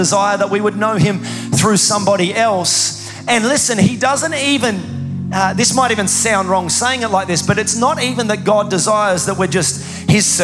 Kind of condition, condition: setting, large echoing room